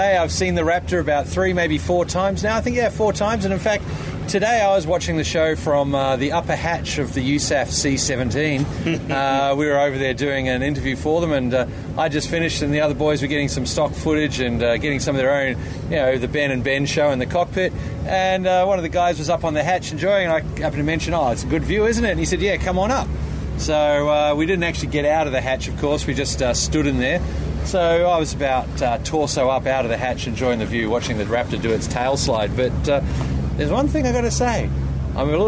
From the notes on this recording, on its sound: The boys have spent the week at Avalon 2013 and are recording this OzDesk segment at the end of Day 6, the last day of the show. They're rather exhausted, somewhat deaf and a bit sunburnt so it must have been an awesome airshow indeed.